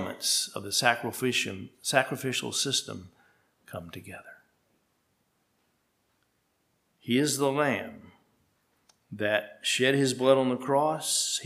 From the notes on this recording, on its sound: at Hephzibah Mennonite Church on February 26, 2023